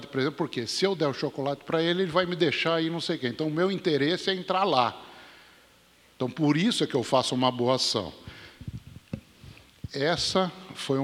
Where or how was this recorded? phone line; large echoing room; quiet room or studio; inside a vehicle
large echoing room